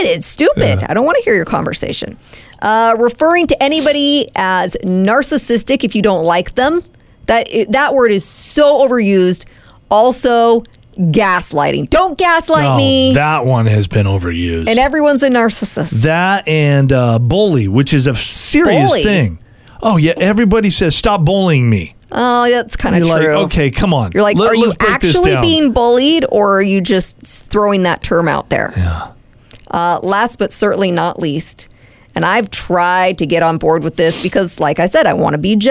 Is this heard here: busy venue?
no